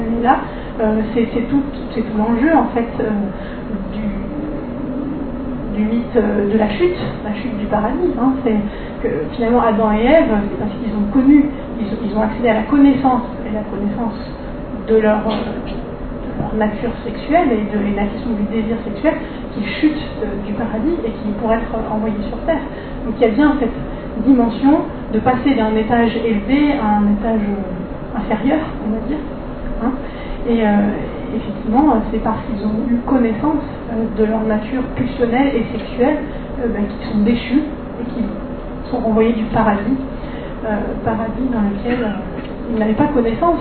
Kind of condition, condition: fault, background noise